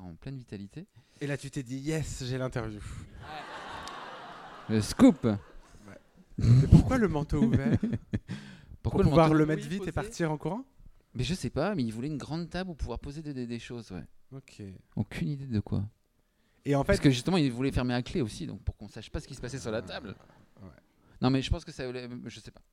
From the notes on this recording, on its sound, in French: ont enregistré un épisode d'Absolument Fabuleuses en public, au théâtre du Grand Point Virgule.